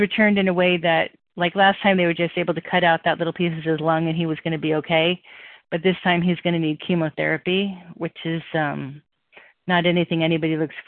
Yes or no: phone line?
yes